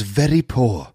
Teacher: That sort of little kind of tongue flap, that slightly rhotic R of very poor, which is very typical of the way that … used to speak.